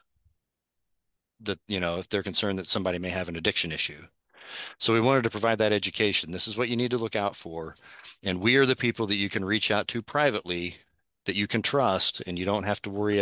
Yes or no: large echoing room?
no